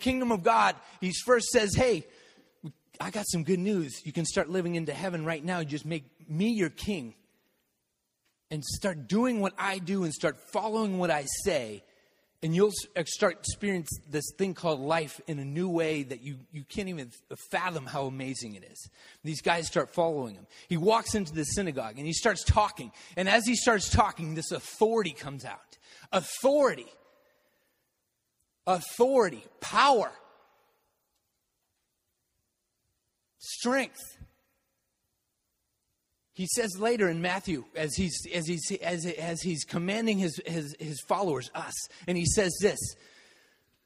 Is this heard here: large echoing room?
yes